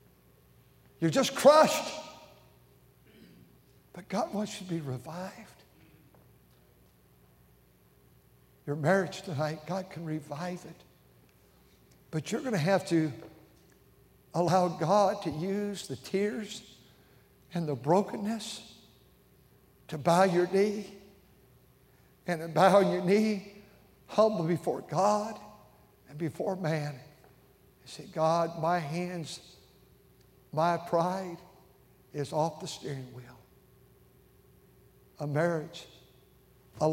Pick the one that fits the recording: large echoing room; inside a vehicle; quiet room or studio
large echoing room